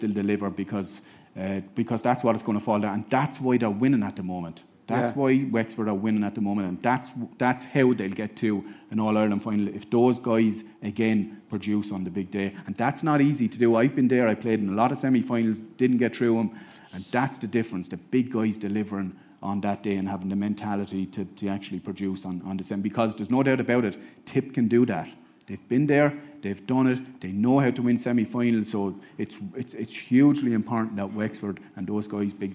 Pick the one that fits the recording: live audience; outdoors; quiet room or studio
live audience